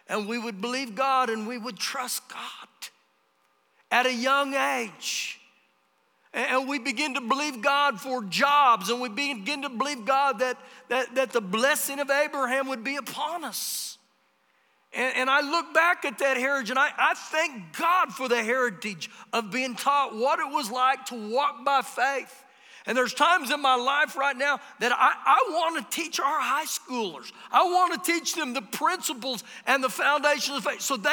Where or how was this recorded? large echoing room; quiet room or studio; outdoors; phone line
large echoing room